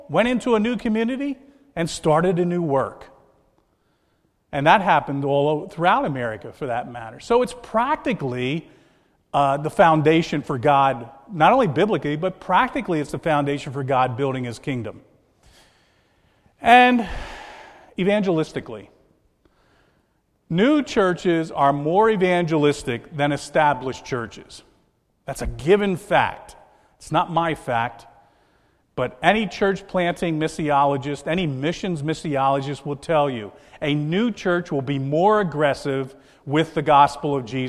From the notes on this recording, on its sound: This is a message recorded at the Lebanon Bible Fellowship Church, in Lebanon, PA, on 8/3/2014 during the evening service